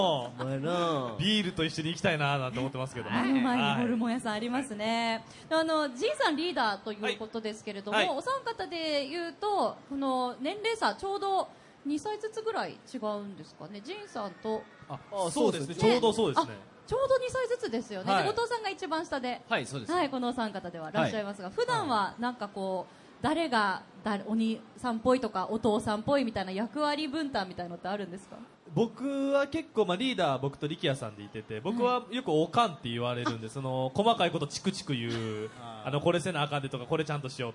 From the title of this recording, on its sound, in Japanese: 大阪・松原市での公開録音